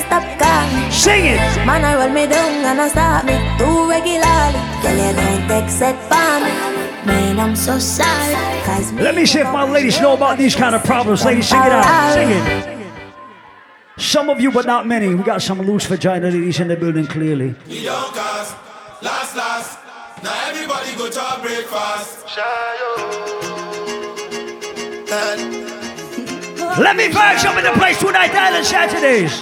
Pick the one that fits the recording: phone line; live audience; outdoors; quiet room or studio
live audience